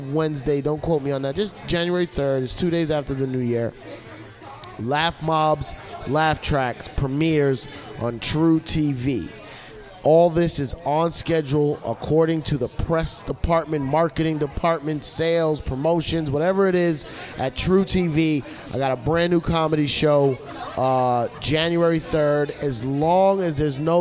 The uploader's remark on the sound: Recorded at the legendary Comedy Cellar.